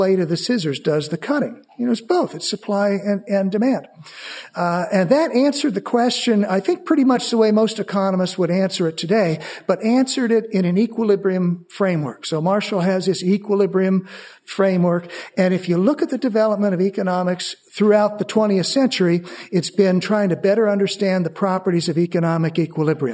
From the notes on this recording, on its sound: Part of the Authors Forum, presented at the Austrian Economics Research Conference. At the Ludwig von Mises Institute in Auburn, Alabama.